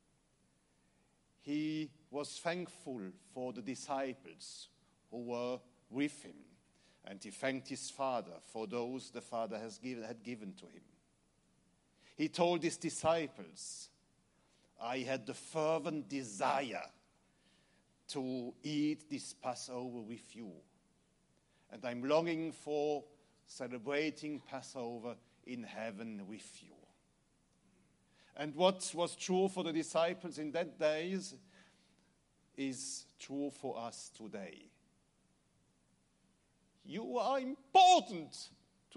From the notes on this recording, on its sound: Recorded Service of New Apostolic Church USA 2019. In Charlote , NC , USA.